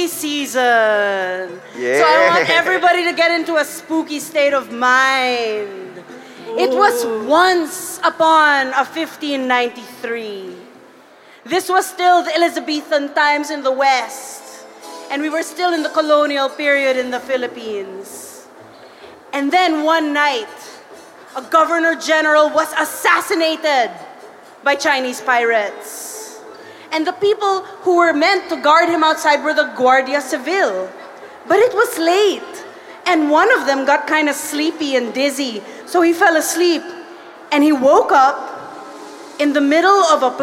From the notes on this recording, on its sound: Team were invited to do a live panel at "Hear For It," the first podcast festival in the Philippines!